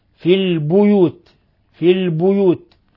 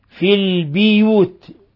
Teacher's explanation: بضم الباء في البيوت، في البيوت. وقرأ شعبة والباقون في البيوت بكسر الباء